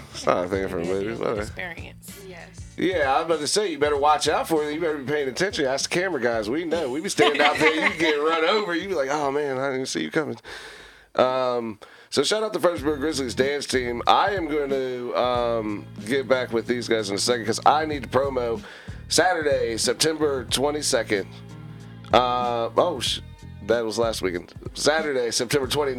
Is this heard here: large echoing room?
no